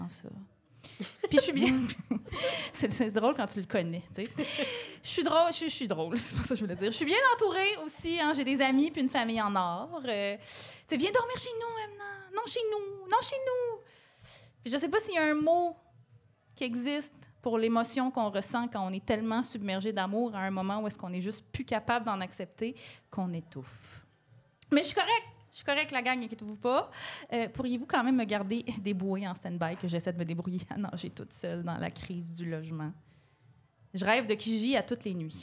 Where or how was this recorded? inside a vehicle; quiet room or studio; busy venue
busy venue